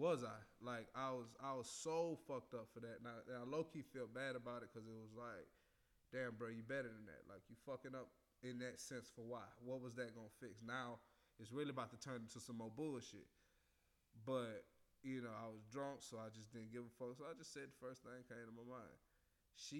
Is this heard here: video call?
no